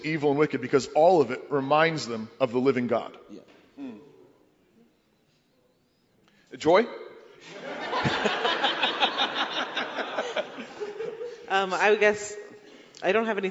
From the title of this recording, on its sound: CrossPolitic and Sheologians Live at ReformCon